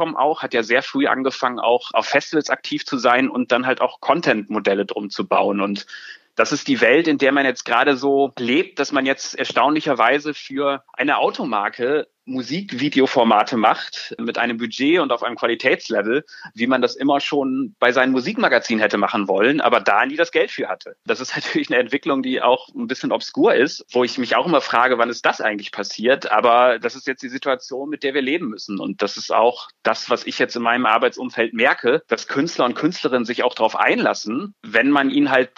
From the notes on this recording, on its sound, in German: Das wir unter voller sozialer Distanz per Telefonat aufzeichneten.